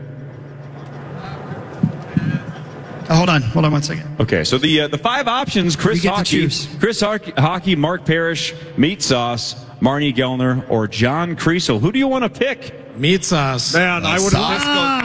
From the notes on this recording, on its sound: Initials Game 491 goes down LIVE at Mall of America.